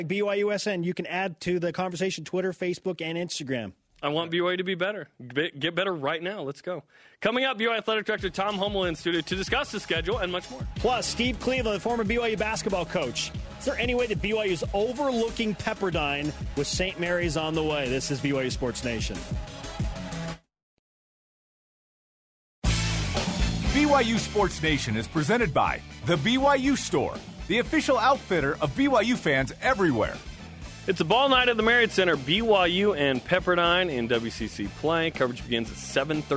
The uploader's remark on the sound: Joined on the phone. In studio.